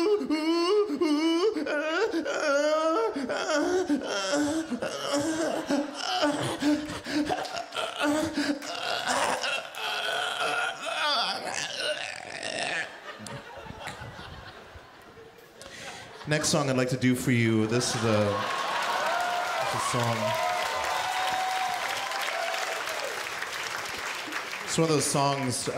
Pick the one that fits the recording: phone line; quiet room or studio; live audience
live audience